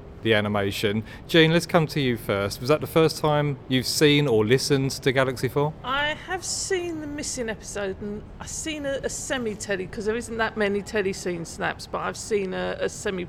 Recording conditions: outdoors